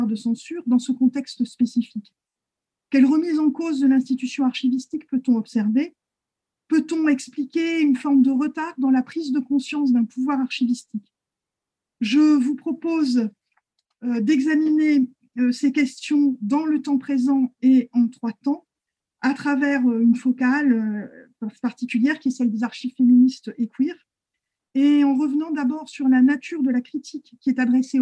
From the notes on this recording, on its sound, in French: Discussion Enregistré sur Zoom